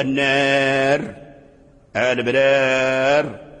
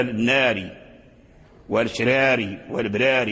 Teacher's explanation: إذا وصلنا مثلا الناري والشراري والبراري وصلناها فالكسر ظاهر، لكن لو وقفنا على النار فنقول النار البرار، يعني لم يبقى الكسر هنا، الكسر ذهب في الوقف، فرجع الراء ساكنا